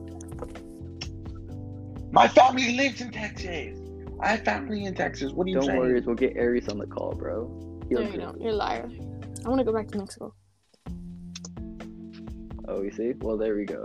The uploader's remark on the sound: Audio kinda moody.